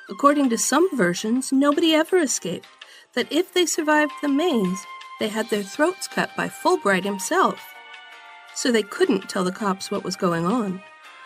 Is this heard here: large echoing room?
no